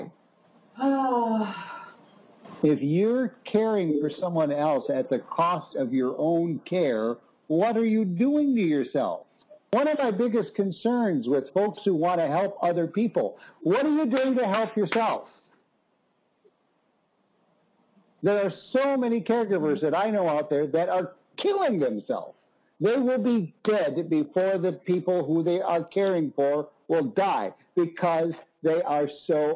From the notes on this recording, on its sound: Conference-call based classes. We record (then broadcast) our classes.